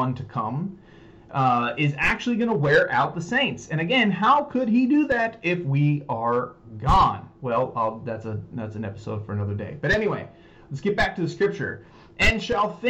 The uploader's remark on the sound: Sorry about the sound we are having microphone trouble